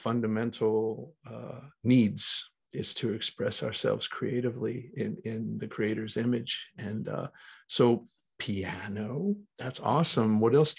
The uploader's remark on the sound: Recorded 10.20.2021 from Raleigh, NC & Colorado Springs, CO on Zoom